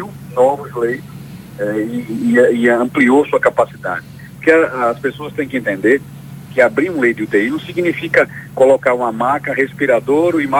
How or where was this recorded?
phone line